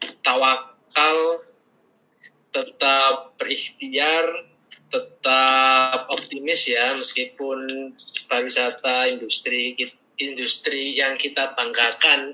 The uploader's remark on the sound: LIVE Instagram